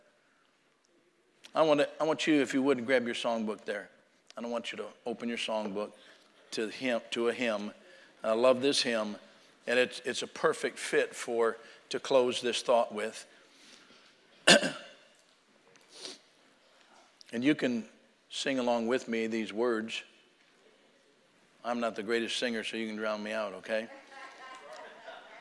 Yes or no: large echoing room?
yes